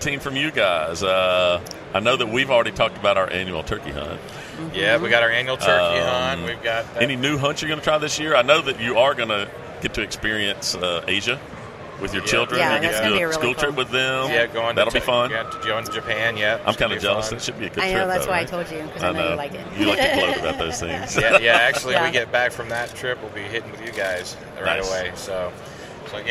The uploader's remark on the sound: during the 2019 ATA Show